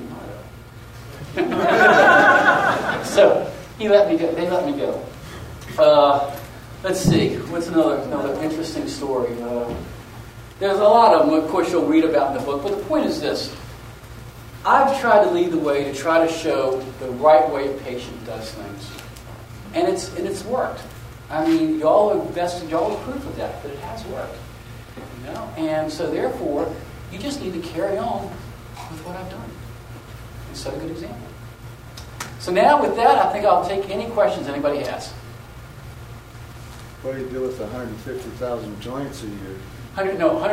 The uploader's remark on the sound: Audio from the Helena Montana Medical Growers Assocation Cannabis Symposium that I went to back in September.